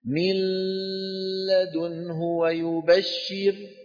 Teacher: تضعون لسانكم على مخرج اللام وتأتون بغنة من الأنف في الوقت نفسه